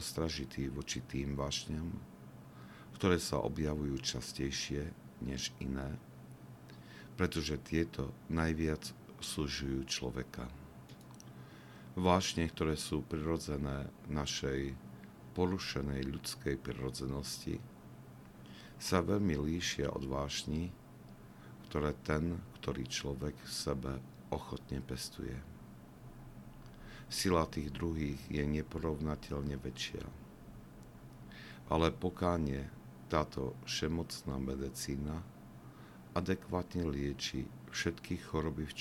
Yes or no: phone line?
no